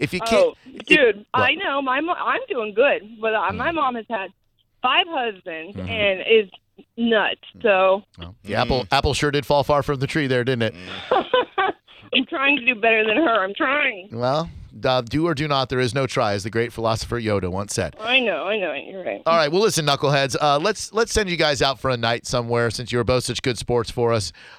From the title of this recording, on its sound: a woman called